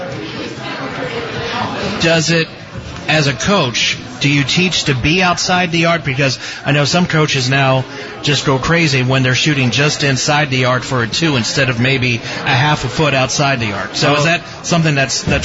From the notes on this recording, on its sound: The Licking County Locker Room is broadcast Monday nights from Shipp Brothers Brewing in downtown Newark.